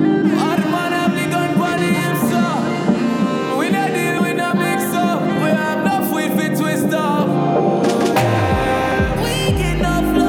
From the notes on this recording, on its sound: Live Audio from Full A Vibe Saturday juggling night in Toruń [PL], August 2020